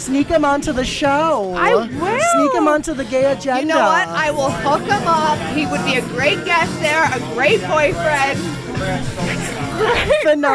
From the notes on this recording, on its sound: Venture outside of the studio and record an episode LIVE AT AN APPLEBEE'S. Venture outside of the studio and record an episode LIVE AT AN APPLEBEE'S.